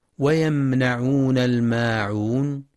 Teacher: وفي قوله سبحانه ويمنعون الماعون، ينتبه القارئ لصفة التوسط في الميم الساكنة من ويمنعون، ويخطئ بعض الطلاب فيقرأ ويمنعون بمد النون هكذا ويمنعون الماعون، والصواب فتح النون فقط دون مد، ويمنعون الماعون.